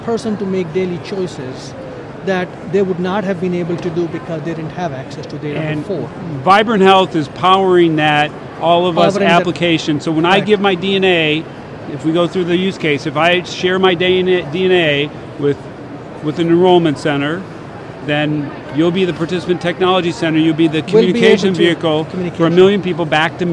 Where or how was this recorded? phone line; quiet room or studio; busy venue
busy venue